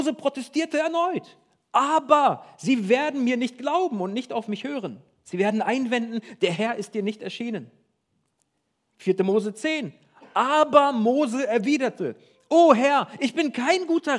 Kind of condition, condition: setting, large echoing room